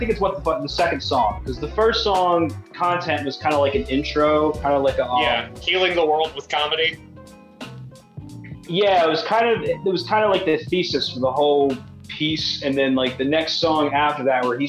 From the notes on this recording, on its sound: Apologies for the audio quality. This was recorded over Zoom.